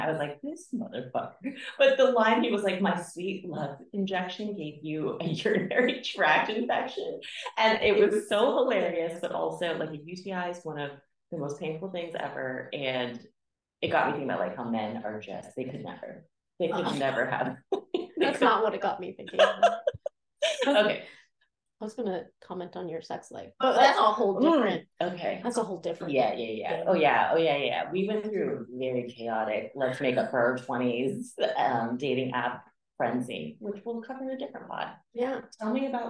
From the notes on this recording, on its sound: struggle to understand how to use the mics without an echo